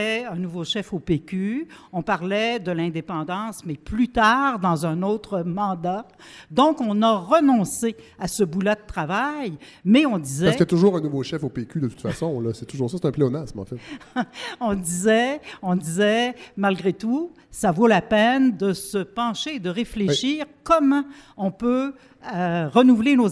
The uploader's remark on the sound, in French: Un épisode hors-série organisé par les OUI Québec enregistré devant public au Bain Mathieu.